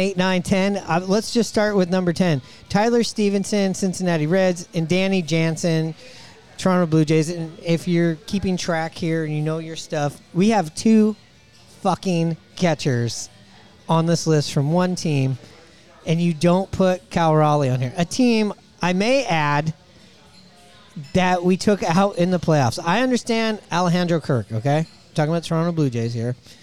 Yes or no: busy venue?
yes